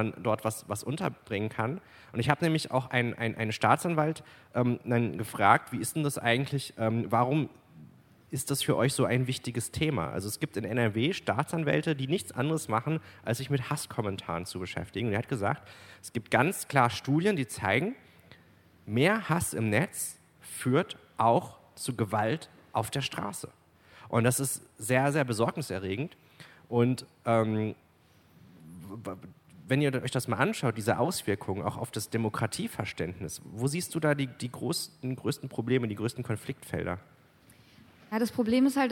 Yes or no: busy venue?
yes